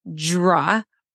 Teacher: DR is an affricate blend